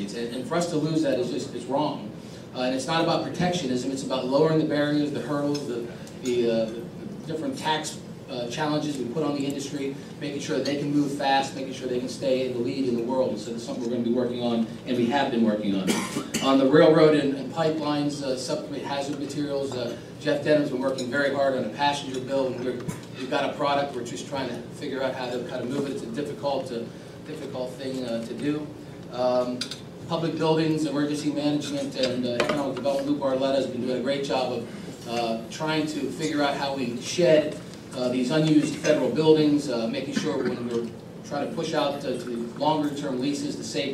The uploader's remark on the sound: WASHINGTON, DC – The Ripon Society hosted a breakfast discussion with the leaders of the House Committee on Transportation and Infrastructure.